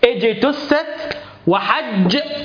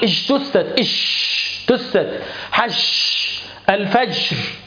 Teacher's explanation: خلي بالك ليه بقى بحرص على الشده والجهر في الجيم، لان الجيم شبيه قريبه من الشين، فلو ما شدتش الجيم وجهرتها تطلع معاك شين · Shown in: first take